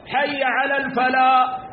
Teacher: حي على الفلا ولا ينطق الحاء، لا ينطق الحاء، حي على الفلا، يملأ فمه بالألف ويقف.